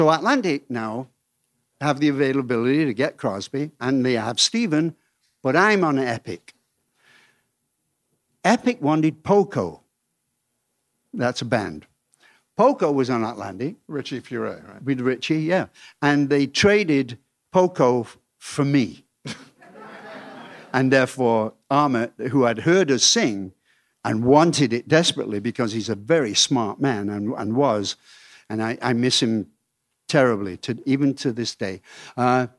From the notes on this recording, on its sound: This episode was recorded in front of a live audience at Atlantic Records.